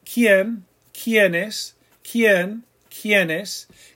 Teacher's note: It's just like one syllable. That IE glides. · Term: diphthong